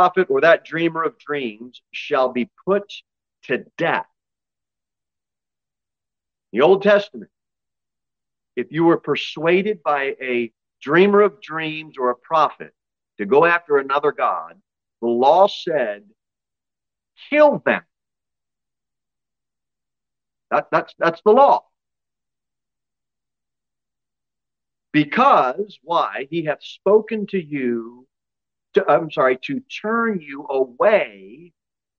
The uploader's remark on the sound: Sermon delivered at Pilgrim Baptist Church on Sunday, January 15, 2023, at 6:15 pm. Jere Whitson Rd.